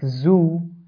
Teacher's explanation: So, za is pronounced like z in any English word, like zoo and like any other word. So, in the pronunciation of za, there is a buzz sound, some sound like the buzzing sound of the bee